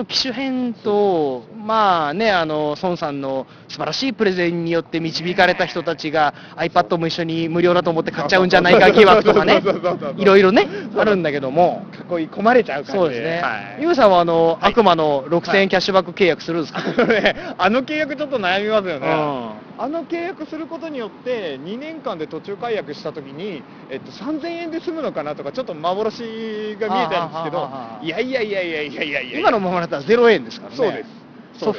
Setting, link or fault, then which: setting, outdoors